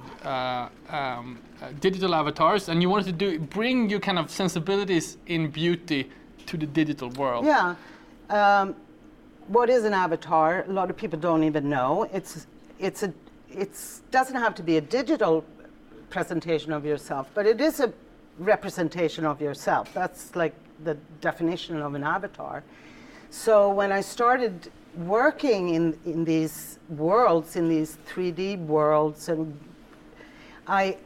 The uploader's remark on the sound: We revisit a live talk. Recorded at the inaugural Virtual Creatives Live event, co-hosted by Lynk & Co in Stockholm.